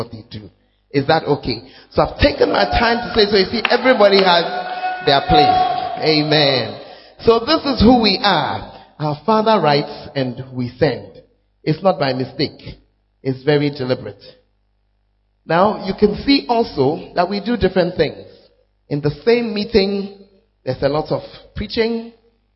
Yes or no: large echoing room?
yes